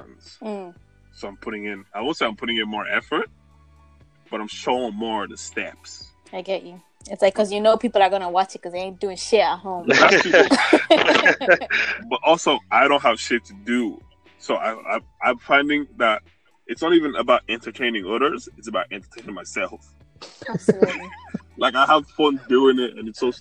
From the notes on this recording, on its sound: Please do excuse the sound quality